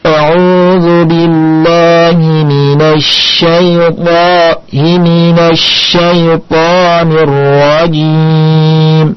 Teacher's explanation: Jadi kalau mengucapkan huruf shin, anginnya menyebar di mulut. · Term: tafashi